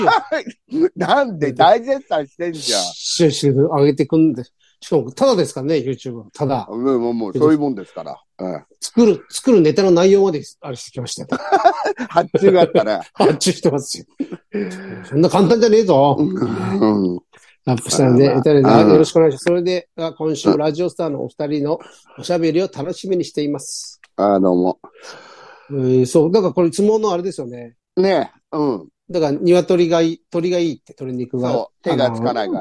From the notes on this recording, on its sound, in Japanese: ZOOMで収録